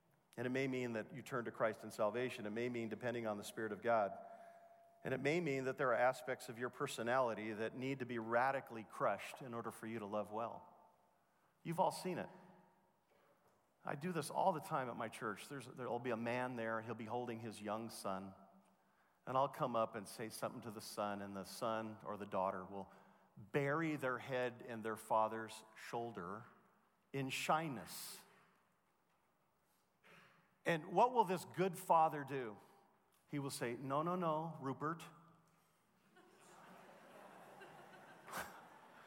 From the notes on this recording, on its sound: Truth and Life Conference at The Master's University in 2016